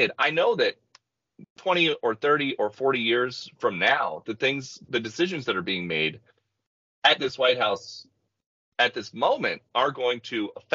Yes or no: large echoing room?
no